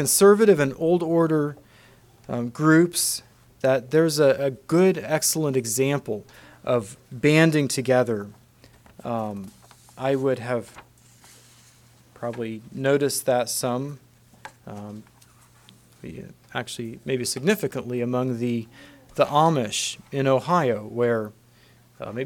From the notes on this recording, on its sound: Message preached at Word Of Hope on July 23, 2023